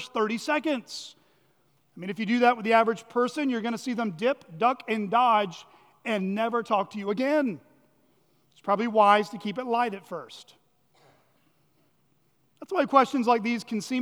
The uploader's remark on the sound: at Chaffee Crossing Baptist Church in Barling, AR.